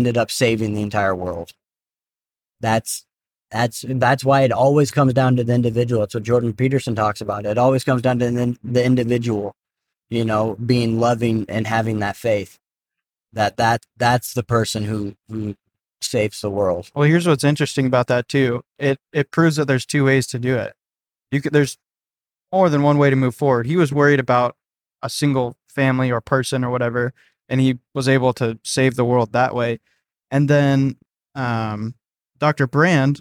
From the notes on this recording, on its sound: In total five hours of recording was captured on the ride back.